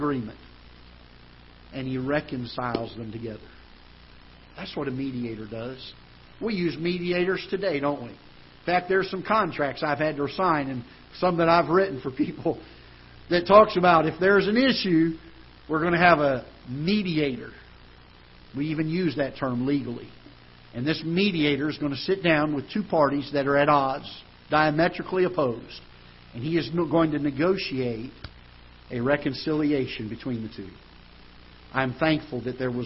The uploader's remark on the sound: Ketha Heights Baptist Church ~ Live Broadcast